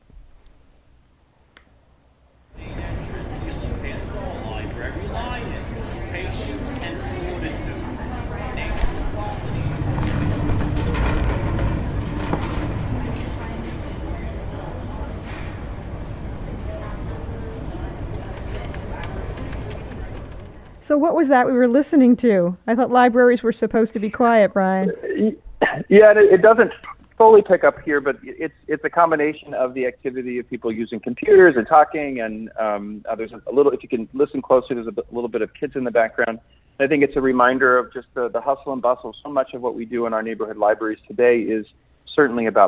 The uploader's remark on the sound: We'll also take calls from listeners